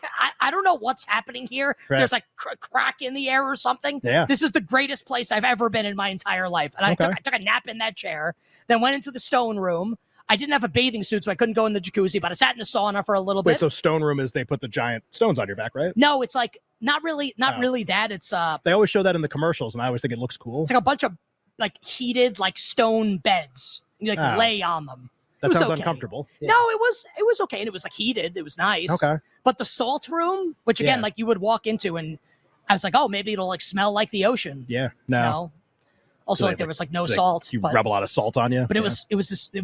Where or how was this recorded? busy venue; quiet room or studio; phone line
busy venue